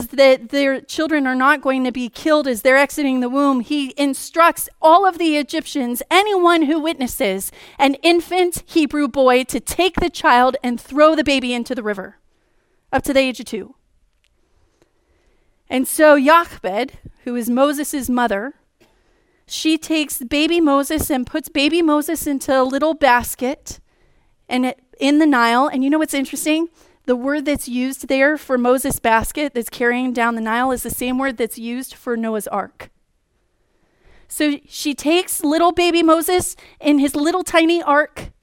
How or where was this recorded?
large echoing room